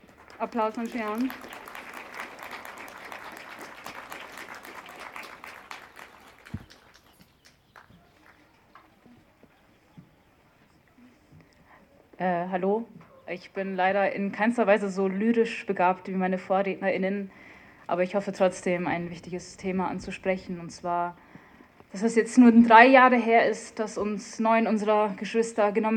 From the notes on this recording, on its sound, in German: Hanau-Gedenken in Wien. Ungekürzte Aufnahme der Reden auf der Gedenkveranstaltung.